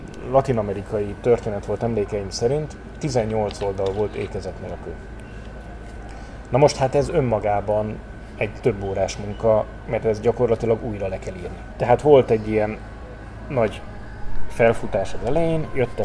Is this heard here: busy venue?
yes